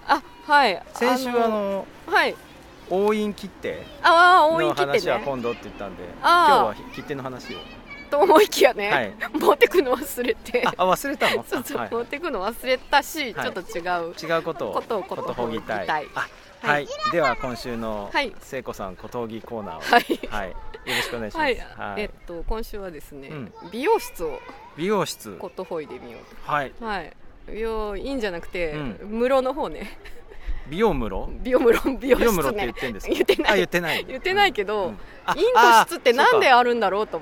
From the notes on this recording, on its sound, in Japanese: 広場で遊ぶこどもたちの声に包まれながら収録しました。話している場所: 初音の森。